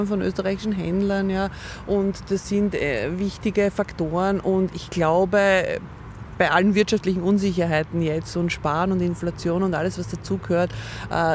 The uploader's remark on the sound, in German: aufgenommen haben wir das Interview im Sommer im Park von Schönbrunn in Wien – daher düst auch mal ein Bimmelzug an uns vorbei